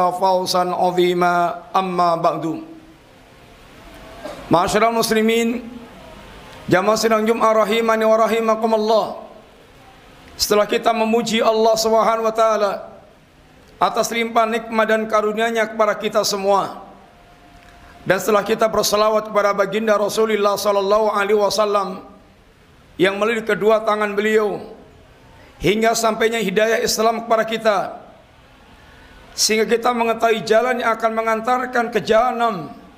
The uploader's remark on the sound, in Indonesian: Ini adalah rekaman live Khutbah Jumat